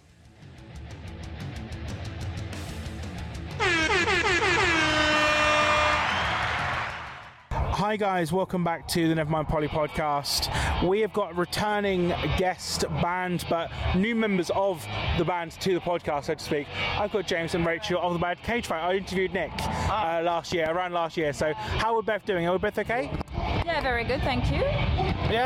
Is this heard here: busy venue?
yes